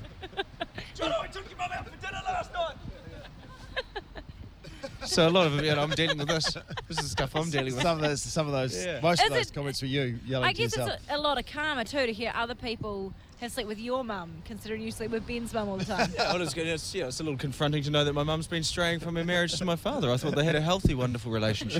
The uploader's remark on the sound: we're live from a billboard